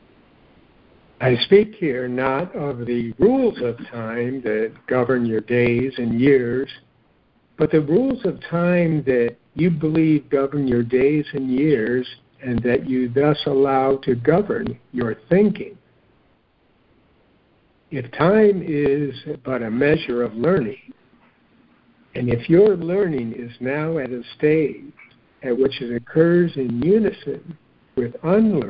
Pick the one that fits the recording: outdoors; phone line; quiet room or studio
phone line